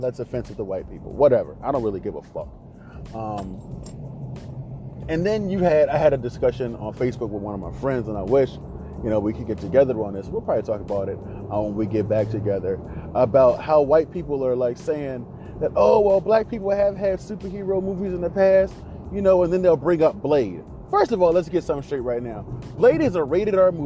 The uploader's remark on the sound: My ride to work. Just a man and a Phone.